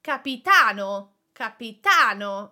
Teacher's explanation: capitano, capitano, the accent is on the last A, and it means captain